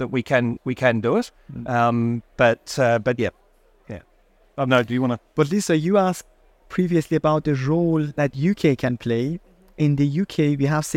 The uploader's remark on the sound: Recorded live at Offshore Europe 2023